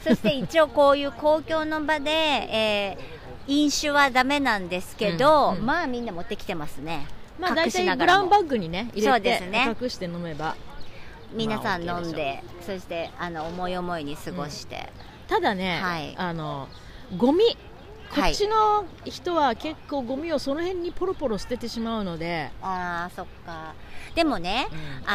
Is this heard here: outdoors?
yes